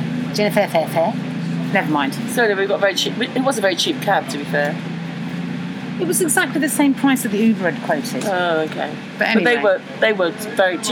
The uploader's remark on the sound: Talk on a train